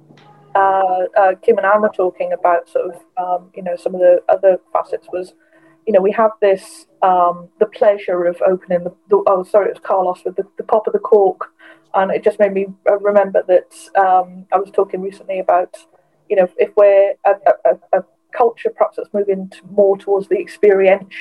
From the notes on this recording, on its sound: This is a recording from our Sustainable Wine Packaging online conference